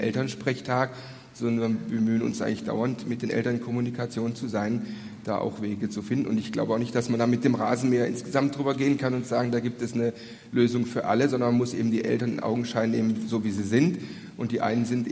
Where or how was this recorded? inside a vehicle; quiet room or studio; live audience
live audience